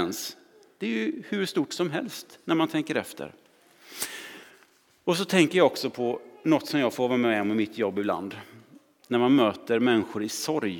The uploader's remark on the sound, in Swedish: Inspelning från Immanuelskyrkan Skövde.